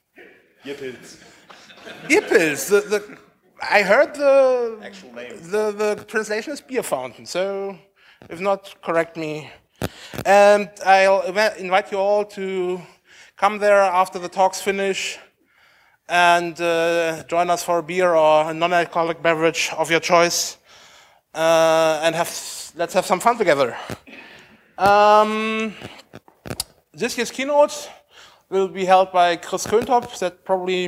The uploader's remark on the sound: Init (froscon2014). The opening event of the conference.